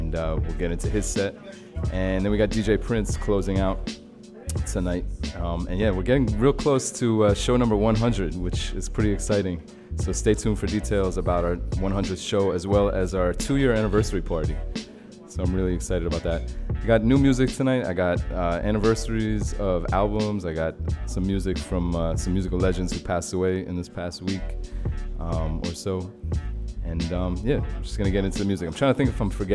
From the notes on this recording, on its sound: Originally broadcast live on February 20, 2017 from the storefront of The Late Late Bar on Houston Street in New York City